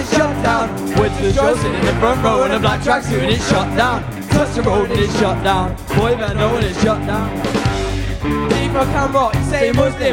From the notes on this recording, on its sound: Live At Muthers